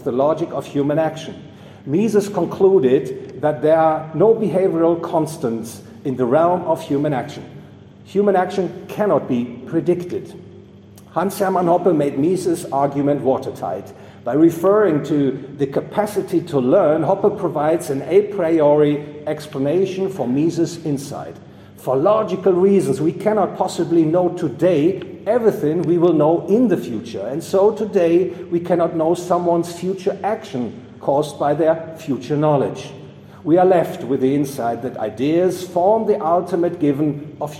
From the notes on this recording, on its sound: recorded 17 September 2022 at the Property and Freedom Society, Bodrum, Turkey.